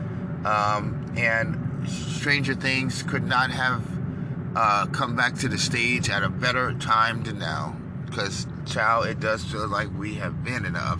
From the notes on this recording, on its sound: the trees sound beautiful the sun is amazing and the birds are extremely loud